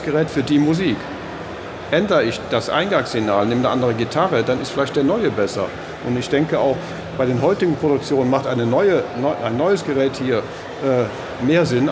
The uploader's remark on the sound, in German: Studioszene19 Live. Unser erster Podcast, live von der Studioszene.